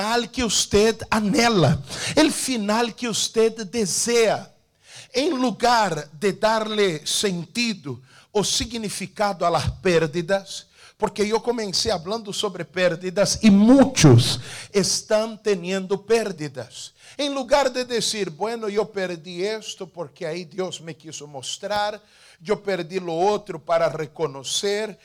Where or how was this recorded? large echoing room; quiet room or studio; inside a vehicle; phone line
large echoing room